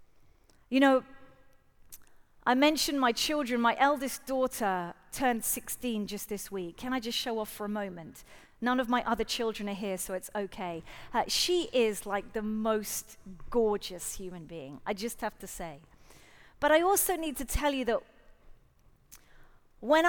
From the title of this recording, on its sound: Live at The Orchard Conference 2023